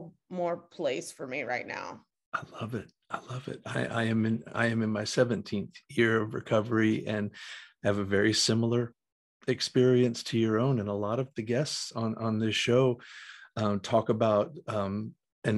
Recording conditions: video call